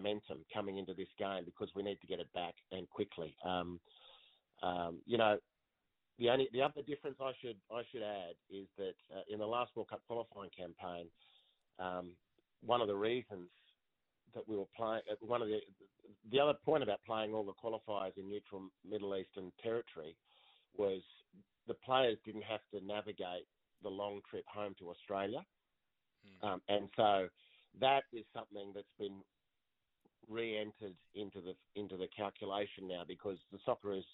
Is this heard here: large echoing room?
no